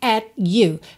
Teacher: esse T do at vindo só para encerrar o som da vogal A, né? At you.